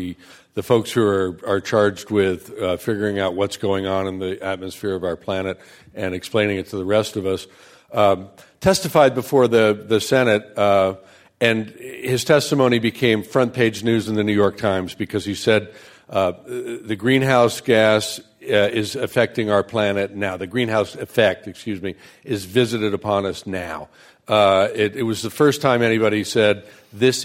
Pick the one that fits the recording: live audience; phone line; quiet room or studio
live audience